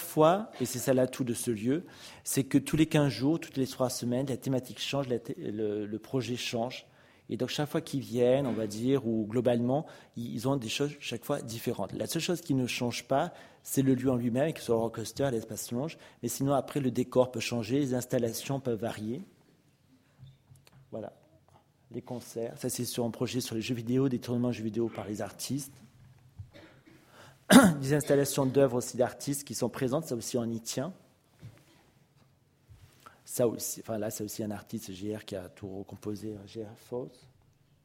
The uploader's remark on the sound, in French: enregistrée le 05 février 2015 à l’occasion du colloque « Le conservateur du patrimoine : acteur de l’Education artistique et culturelle »